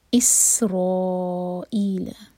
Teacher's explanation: again سین پر سیٹی والی آواز آئے گی